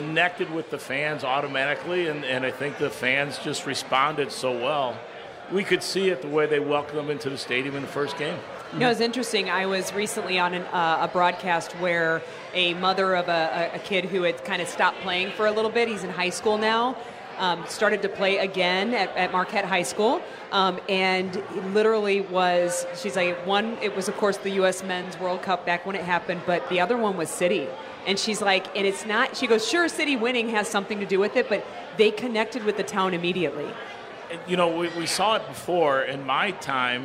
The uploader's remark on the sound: At the City Caravan! We are broadcasting live from Hotshots Bar & Grill, for the fourth installment of the City Caravan!